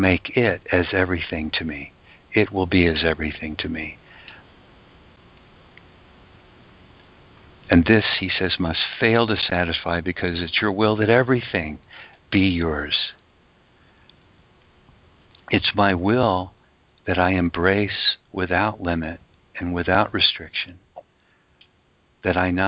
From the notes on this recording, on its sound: ACIM Daily TEXT Conference Call